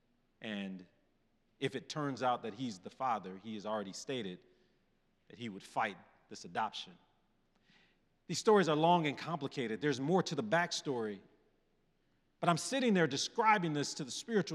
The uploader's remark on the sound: presented by Asbury Seminary Kentucky Chapel, recorded on Tuesday, November 7, 2023 at Asbury Theological Seminary's Kentucky campus